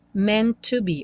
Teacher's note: vai ter uma ligação dos dois T's, né? Então, tem meant to be, um T só soando